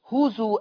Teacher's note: قرأ ورش بضم ازاي وهمز الواو وصلا ووقفا في لفظ هزوا، فيقرأها ورش هزوا بالهمزة.